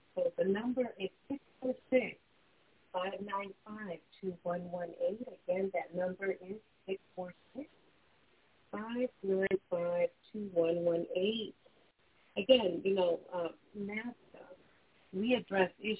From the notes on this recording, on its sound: Those who call in will form a panel